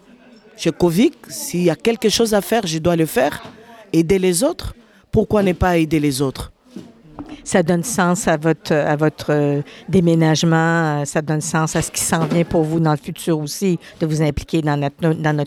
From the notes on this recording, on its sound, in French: Dans le quartier Duff-Court de Lachine. L’enregistrement de cet épisode s’est déroulé durant l’activité du dépannage alimentaire, le 8 mars 2023, dans le cadre de la Journée Internationale des femmes.